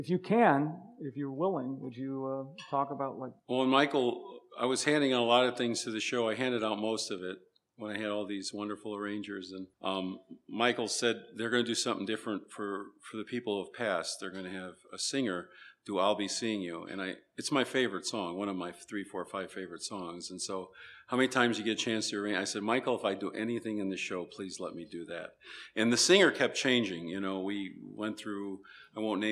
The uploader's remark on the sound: ASMAC Luncheon with Academy Awards Arrangers.